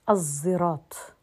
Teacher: إشمام الصاد صوت الزاي خلط صوت الصاد بالزاي